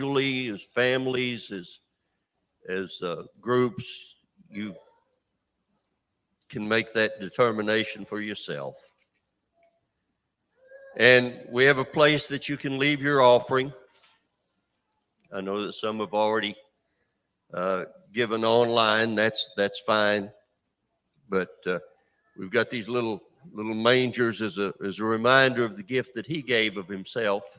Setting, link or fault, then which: setting, large echoing room